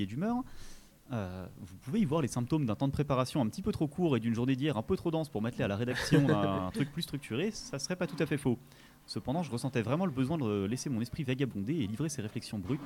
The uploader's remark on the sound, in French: Du 31 janvier au 05 février, Kolibri est en direct du Festival International du Court Métrage à Clermont-Ferrand.